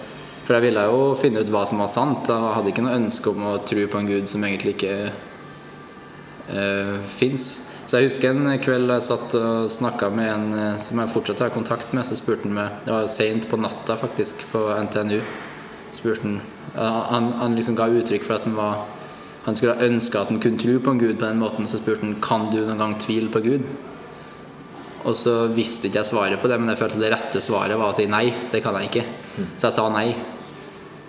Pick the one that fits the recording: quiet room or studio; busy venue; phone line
busy venue